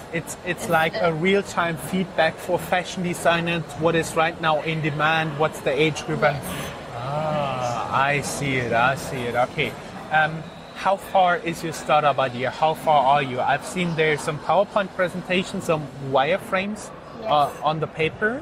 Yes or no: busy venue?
yes